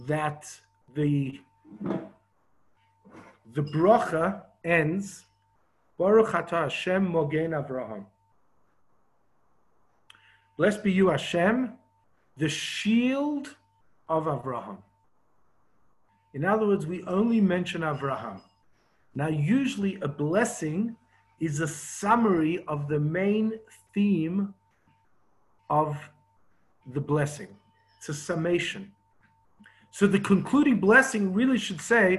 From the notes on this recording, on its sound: Zoom Class 5/10/20